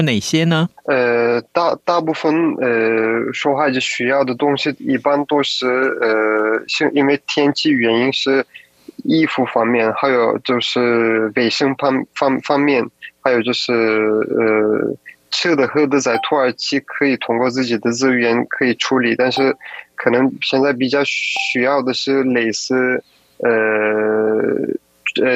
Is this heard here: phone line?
yes